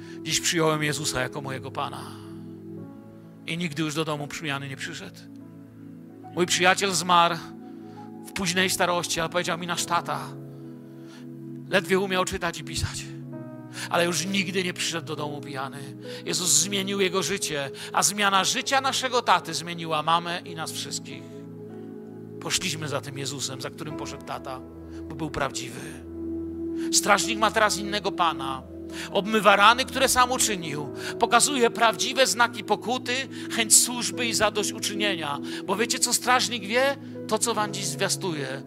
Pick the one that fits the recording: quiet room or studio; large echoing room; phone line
large echoing room